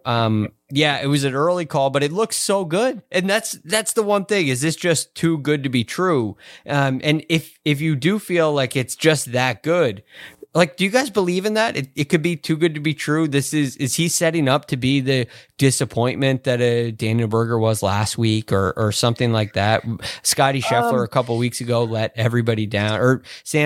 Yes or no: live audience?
no